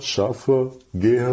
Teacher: das N wird am Ende des Wortes verschluckt